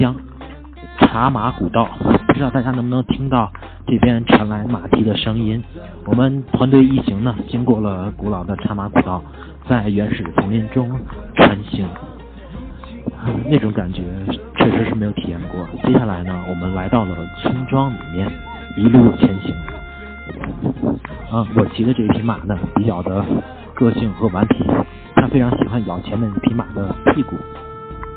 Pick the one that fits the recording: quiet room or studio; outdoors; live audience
outdoors